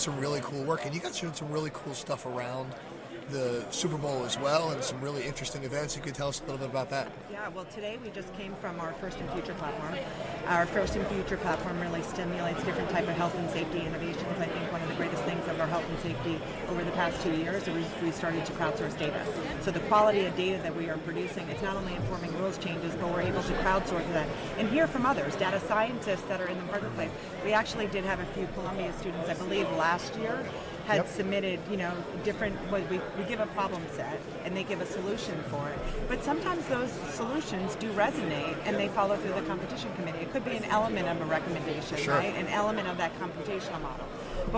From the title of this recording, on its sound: Super Bowl LIV Radio row